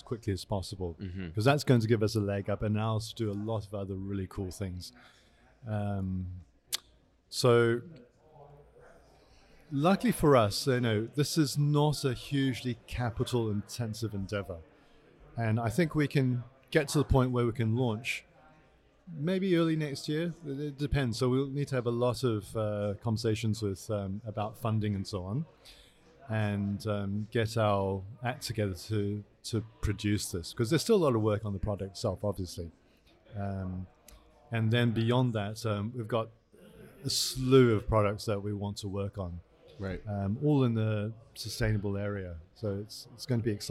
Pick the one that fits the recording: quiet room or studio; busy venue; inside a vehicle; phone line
busy venue